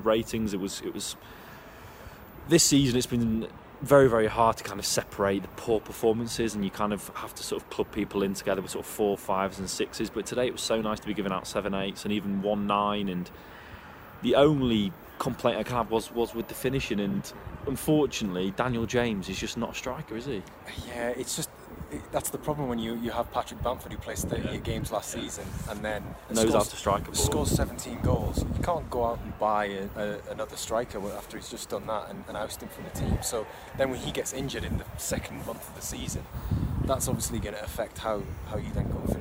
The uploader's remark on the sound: LIVE from Elland Road